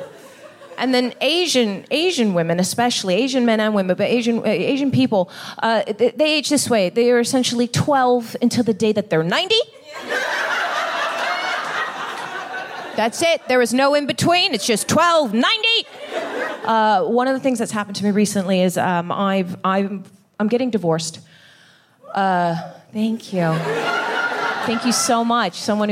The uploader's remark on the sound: Recorded 17 July 2022 at 21Soho in London.